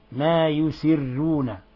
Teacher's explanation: الراء هنا مرققة عند ورش بارك الله فيك لأنه سبقها كسر لازم